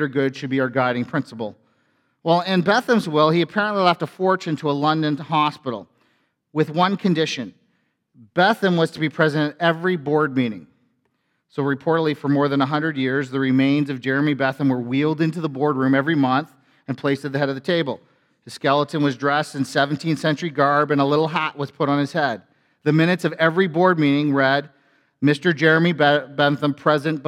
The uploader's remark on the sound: A sermon from FBC Church in Cobourg,